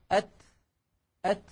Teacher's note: الشدة والهمس في الكاف والتاء في زمنين متتاليين خلف بعضهما مباشرة وليس في زمن واحد، لأنه يستحيل على الإنسان أن يأتي بانحباس الصوت وجريان النفس في الزمن نفسه، وإنما هما خلف بعضهما هكذا أك أك.